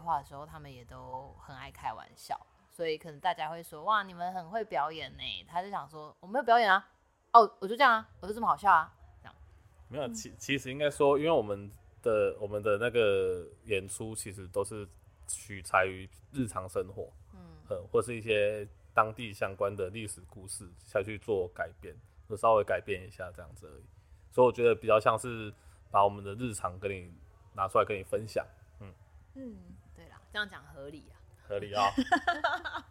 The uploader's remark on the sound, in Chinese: 這集錄製的環境比較多雜音，請大家多多包涵～